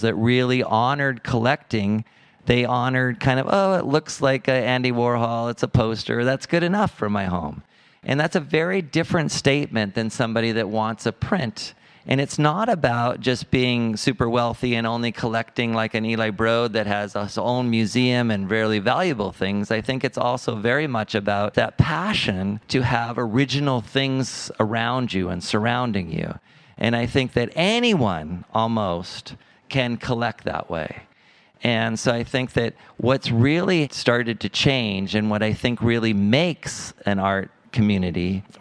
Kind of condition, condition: setting, busy venue